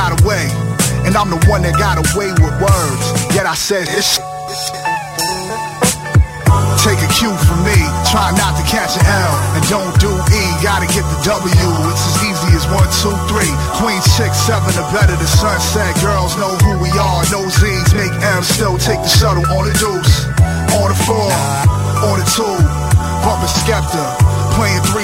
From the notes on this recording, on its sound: From the Milwaukee Street Car THE HOP! Unfortunately the first 30 minutes are missing but here's the last 2.5 hours of Broadcasting live from the Hop as the street car runs its route.